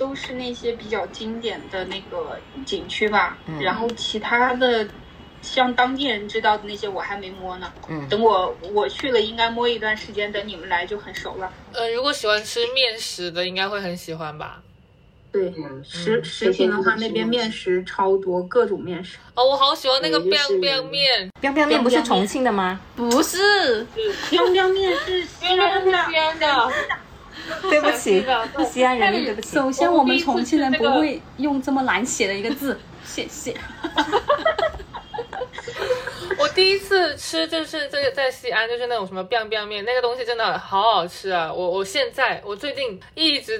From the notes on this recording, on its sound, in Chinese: 当时我们就坐在一张床上。本期节目的音质因录制时条件所限，效果一般。